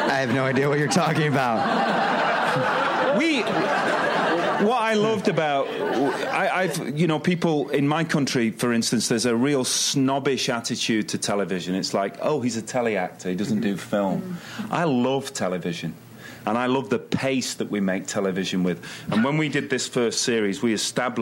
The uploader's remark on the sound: Recorded June 7, 2015 at ATX Television Festival.